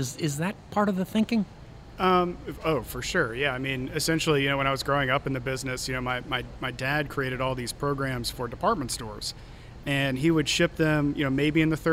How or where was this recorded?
busy venue